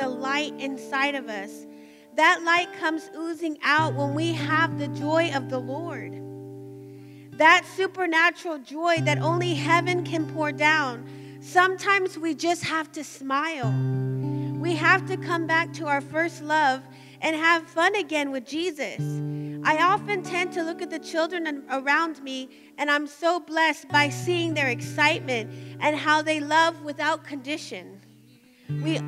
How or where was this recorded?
large echoing room